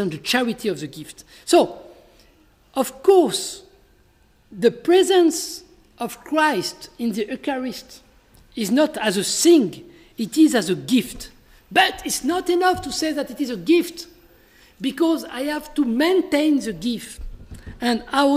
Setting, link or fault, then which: setting, large echoing room